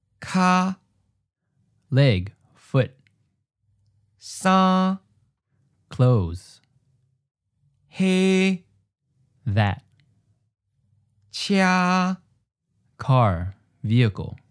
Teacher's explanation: it starts high in your voice and then it's held flat over the length of the syllable. Think of a doctor telling you to open your mouth and say, ah. · Term: first tone